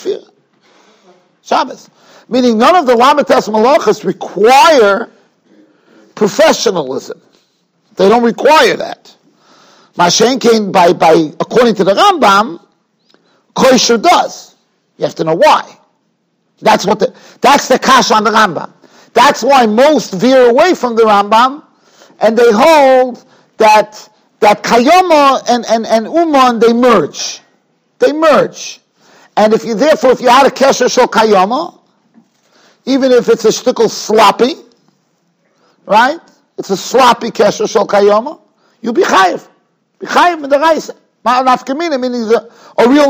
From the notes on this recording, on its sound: Shiur recorded in Yeshivas Ohr Reuven, Monsey, NY.